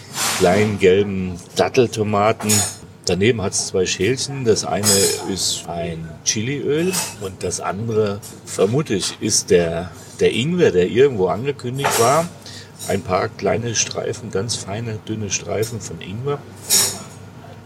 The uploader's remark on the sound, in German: Ein sterneverdächtiges Fischmenü direkt am Ufer und Blick aufs Meer haben wir bei Da Gianni in Torre Mozza genossen. Haben wir für dich live beim Essen eingesprochen!